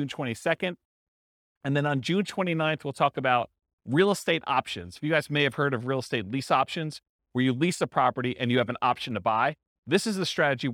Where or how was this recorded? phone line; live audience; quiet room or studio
live audience